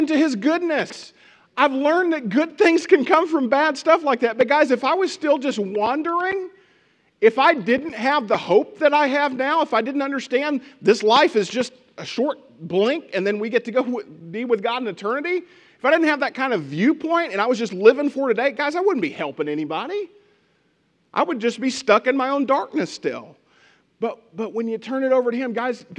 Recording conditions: large echoing room